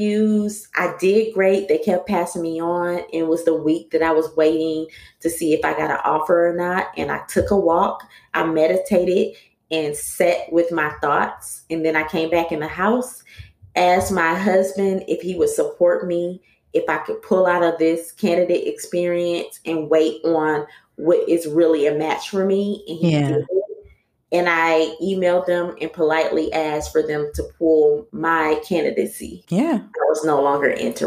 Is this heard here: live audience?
no